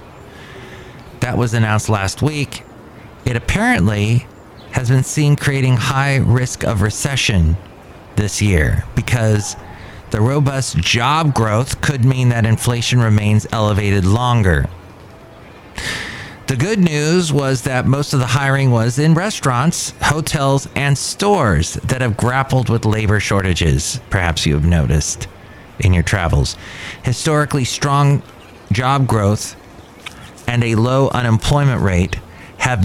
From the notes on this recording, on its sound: podcasts live from Cafe Anyway